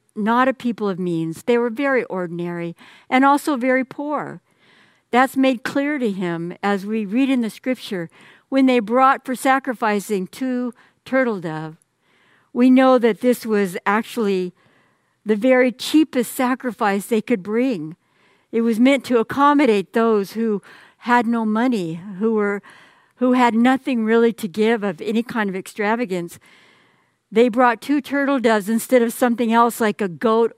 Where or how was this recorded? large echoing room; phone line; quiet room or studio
large echoing room